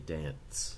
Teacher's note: And that is an epenthesis that happens usually between a nasal going into a fricative